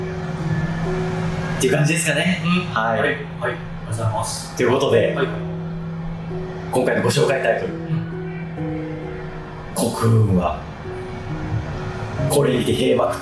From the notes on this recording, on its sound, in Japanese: 録音環境が騒がしく編集・調整しておりますが、少し聞きずらい所がございます。